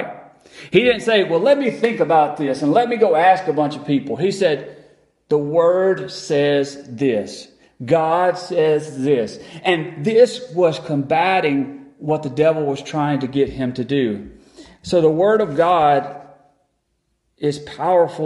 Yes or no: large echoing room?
yes